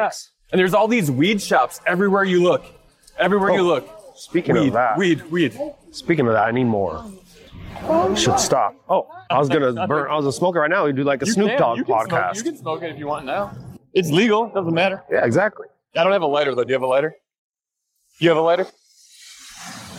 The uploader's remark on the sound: While walking around the streets of New York City.